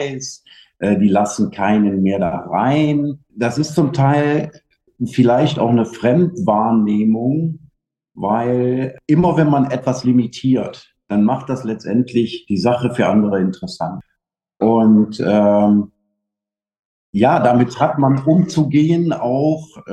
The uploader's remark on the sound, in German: Für die Episode 11 war es mal wieder ein „virtueller” Besuch über Zoom“.